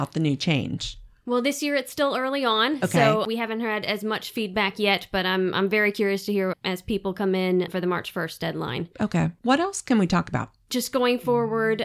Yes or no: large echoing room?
no